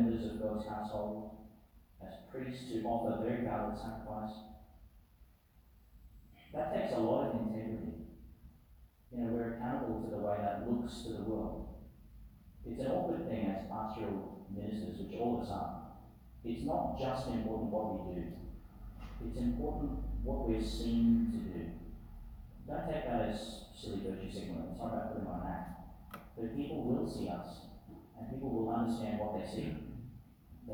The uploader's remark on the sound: delivered in St Patrick's Church, Emerald